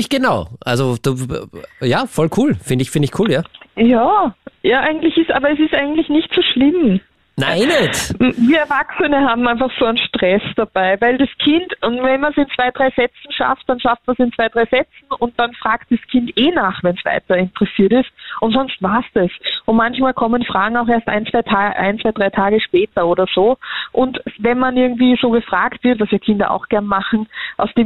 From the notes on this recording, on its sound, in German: Am Telefon: Psychotherapeutin in Ausbildung unter Supervision.